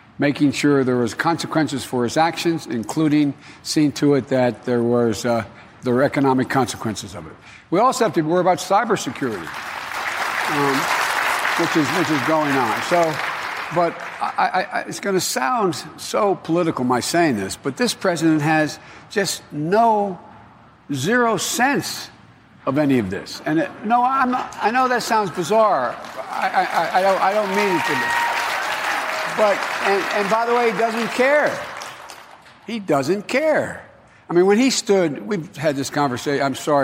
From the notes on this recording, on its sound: questions from voters in Nevada during a live town hall